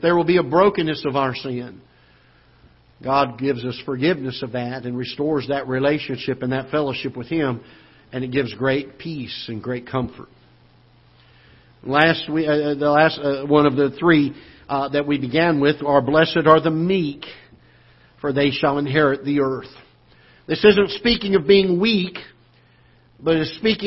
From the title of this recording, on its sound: Ketha Heights Baptist Church ~ Live Broadcast